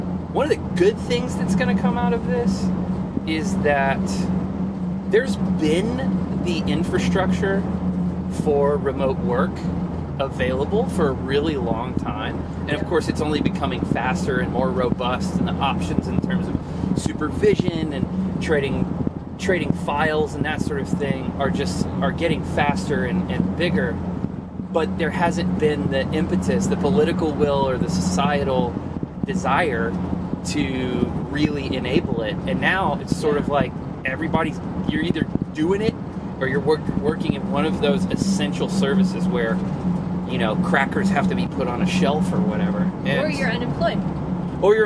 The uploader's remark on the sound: from the van